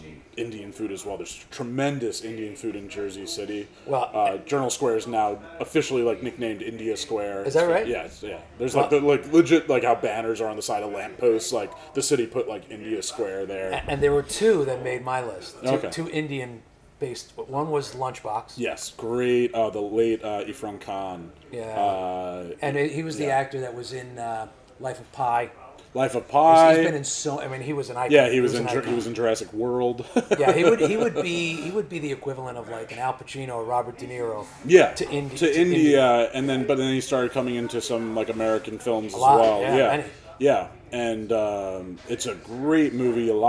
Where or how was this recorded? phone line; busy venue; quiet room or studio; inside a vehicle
busy venue